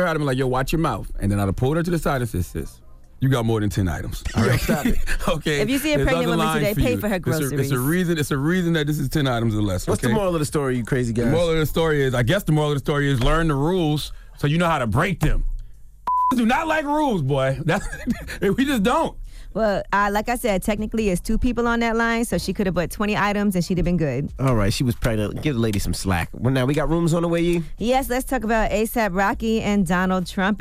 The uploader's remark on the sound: We opened up the phone lines to see if any of our listeners get mad when customers bring more than the max amount of items to the express line at the grocery store.